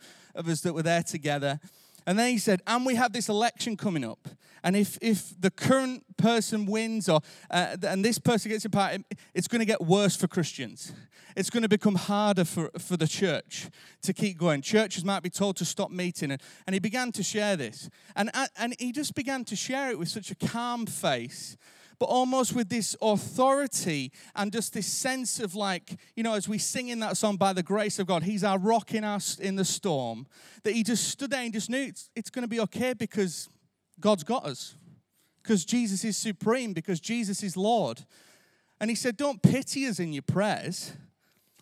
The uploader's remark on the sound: Recorded live at Life Church Lancashire on Sunday 12th March 2023.